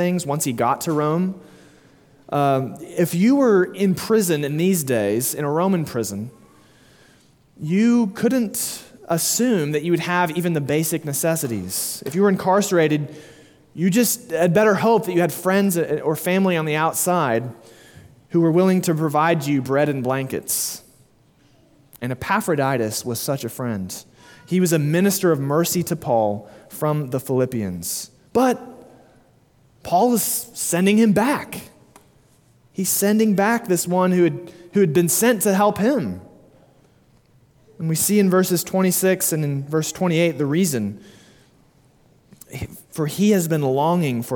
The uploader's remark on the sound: Sermon delivered at Immanuel Baptist Church in Springdale, AR